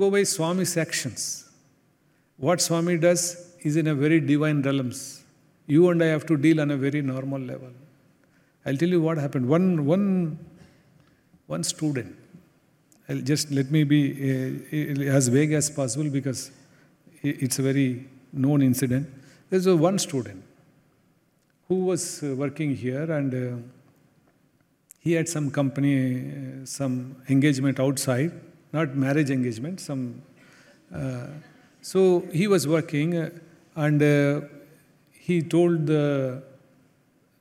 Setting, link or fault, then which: setting, live audience